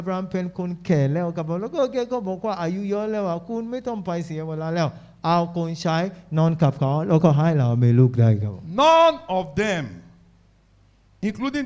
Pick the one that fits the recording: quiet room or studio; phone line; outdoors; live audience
live audience